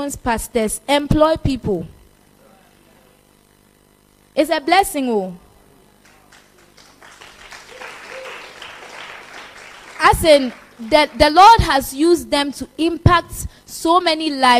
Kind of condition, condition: setting, live audience